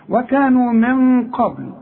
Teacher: نون بعدها قاف، والقاف من حروف الإخفاء، هغن واخفي